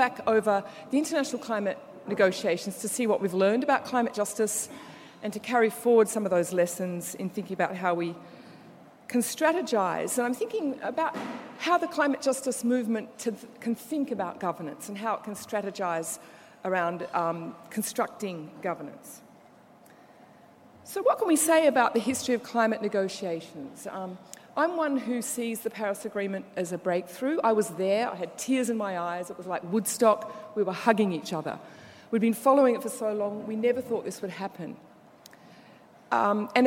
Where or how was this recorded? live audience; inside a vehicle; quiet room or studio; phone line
live audience